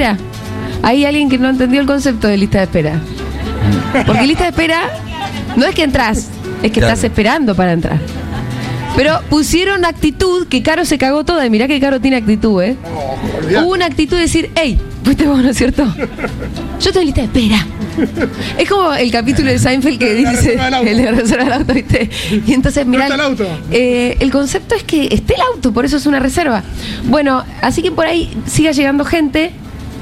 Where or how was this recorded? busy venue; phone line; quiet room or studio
busy venue